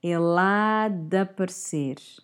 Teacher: So we're going to drop the E from de.